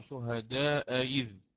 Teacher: تحقيق الهمزة الأولى وتسهيل الثانية، تسهيلها سيكون بين الهمزة وبين الياء